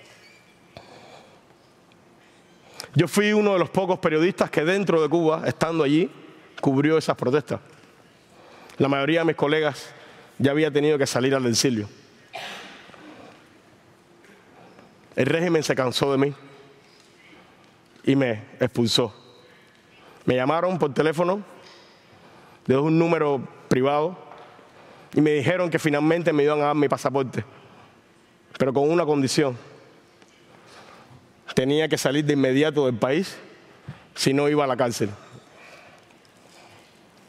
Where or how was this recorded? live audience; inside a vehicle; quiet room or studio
live audience